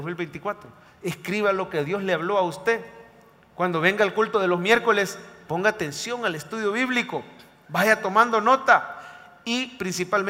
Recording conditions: large echoing room